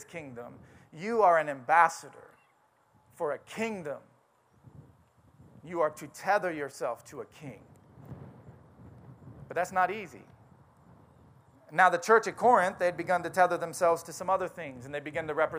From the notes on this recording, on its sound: Audio sermon from our outdoor service.